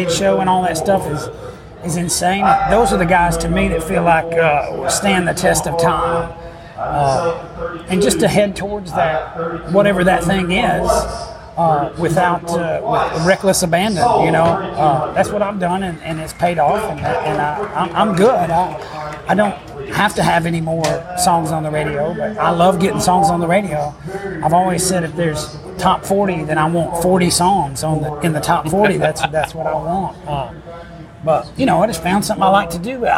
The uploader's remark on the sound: The 18th annual John Jarrard concert at the Brenau University Front Lawn in Gainesville, Georgia. This was completely off the cuff, raw and with a lot of background noise.